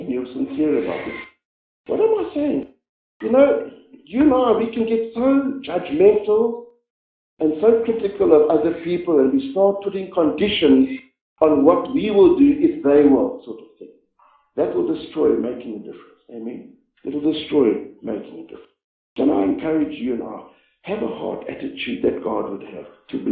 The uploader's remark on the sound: This message was preached about seven years ago when our church met in the chapel.